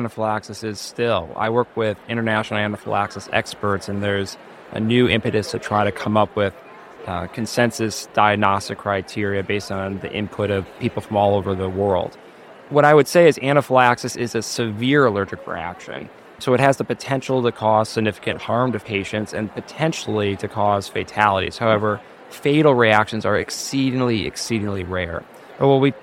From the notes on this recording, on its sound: at the Pediatric Academic Societies (PAS) meeting in Washington, DC, where we spoke with him